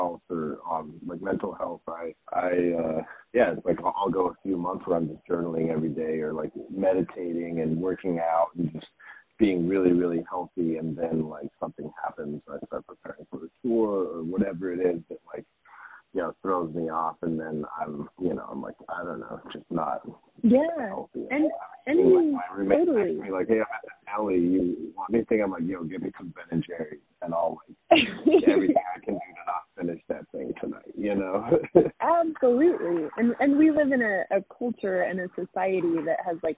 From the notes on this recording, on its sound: The sound quality isn't great because it was done over the phone